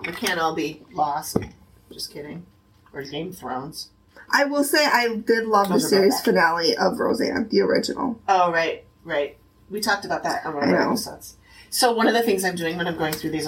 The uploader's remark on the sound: The One that Didn’t Record. This week’s episode has terrible sound quality. Hitting the record button on Riverside, she was not.